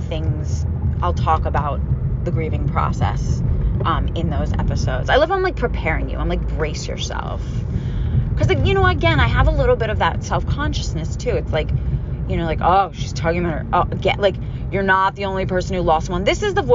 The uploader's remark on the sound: Grieving alone in my car.